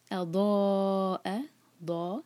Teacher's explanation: Heavy پڑھنا ہے اور چار حرکہ کھینچنا ہے. یہ ہے مد متصل.